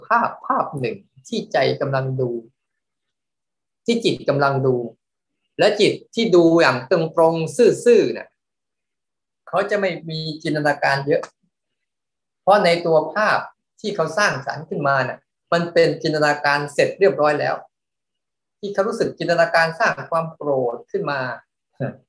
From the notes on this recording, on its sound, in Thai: เป็น 1 ใน 3 คอร์สออนไลน์ (ผ่านโปรแกรม Zoom)